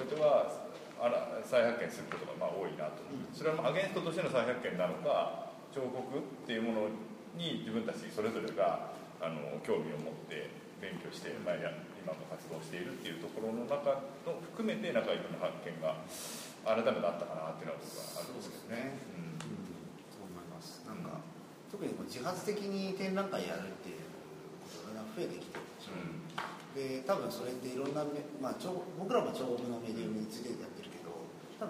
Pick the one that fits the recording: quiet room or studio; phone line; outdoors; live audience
live audience